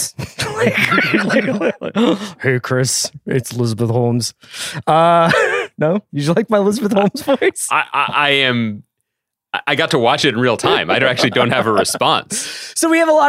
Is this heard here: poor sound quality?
no